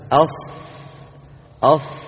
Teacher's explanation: إذن منتهى طرف اللسان مع أسفل الصفحة الداخلية للثنايا السفلى، فيخرج الصوت من فوقها مارا بين الثنايا العليا والسفلى هكذا. أص أص، انظروا إلى مؤخر اللسان كيف فيه ارتفاع، لأن الصاد مستعلية مطبقة